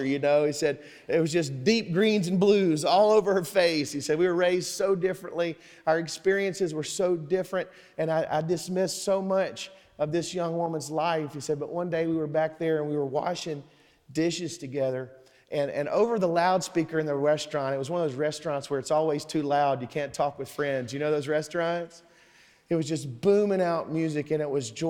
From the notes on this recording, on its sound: Sermon Audio from Sunday, September 3rd, 2023